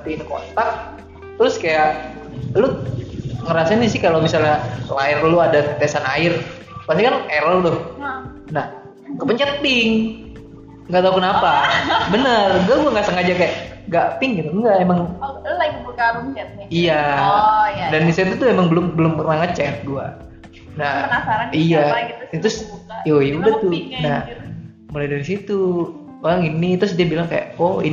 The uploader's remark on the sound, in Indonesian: mohon maaf kalo banyak suara motor yaa